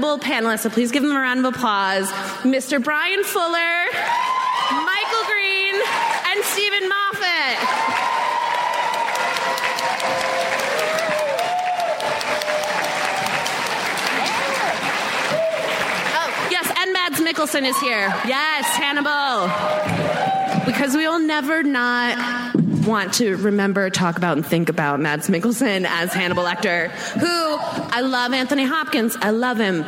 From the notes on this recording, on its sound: At the Nerdist TV: The Boundary Pushers panel. Recorded at San Diego Comic Con.